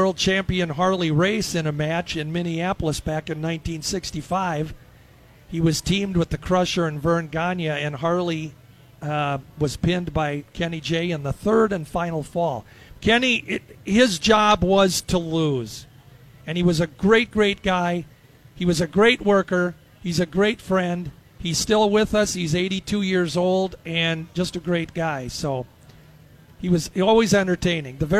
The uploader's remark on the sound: Day One at the Fair. Live from the State Fair.